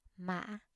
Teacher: High broken tone or thanh ngã